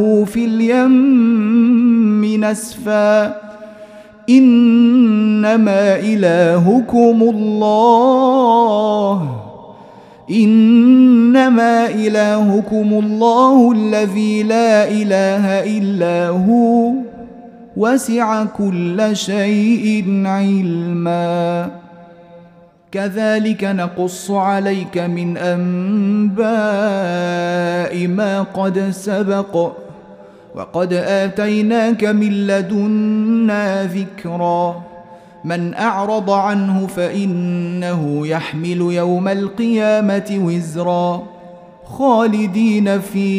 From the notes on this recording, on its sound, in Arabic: مسجل من صلاة التراويح بمسجد السلام بحي مشرفة بجدة.